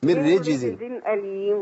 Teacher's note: على طول، ما فيش نون عندي